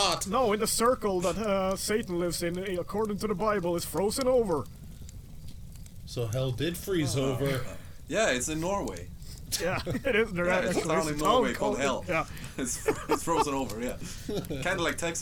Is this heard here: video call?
no